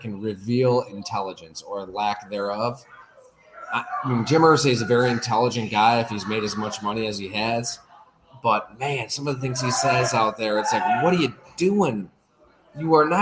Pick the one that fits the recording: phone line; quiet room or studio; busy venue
busy venue